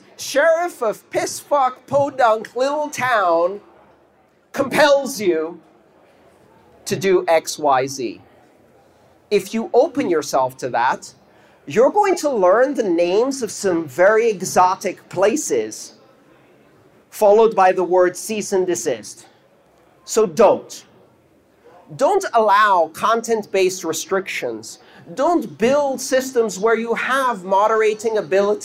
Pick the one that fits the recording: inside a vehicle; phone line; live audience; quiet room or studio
live audience